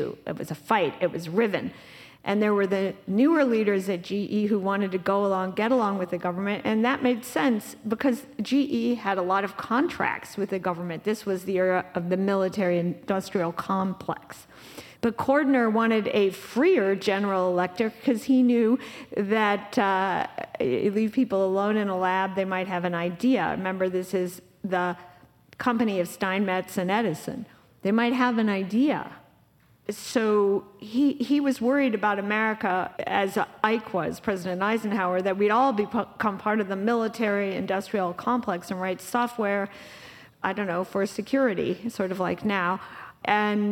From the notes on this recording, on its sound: live podcast recording at the 2023 Smead Investor Oasis